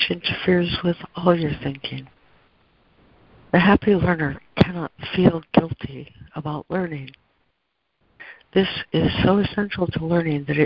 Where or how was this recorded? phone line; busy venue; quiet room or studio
phone line